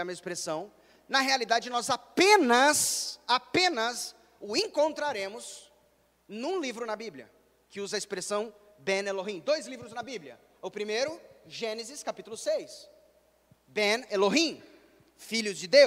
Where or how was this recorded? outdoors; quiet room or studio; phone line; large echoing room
large echoing room